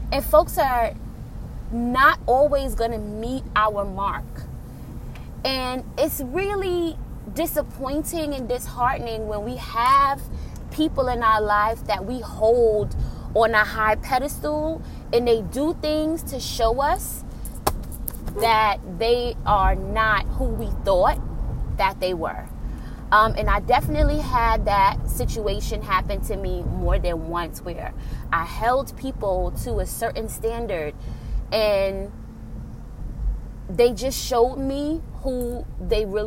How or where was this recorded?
inside a vehicle